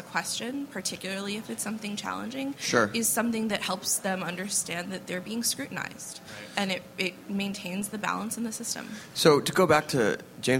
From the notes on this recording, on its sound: We bring you another panel from the South By Southwest festival: "Modern Food Reporting."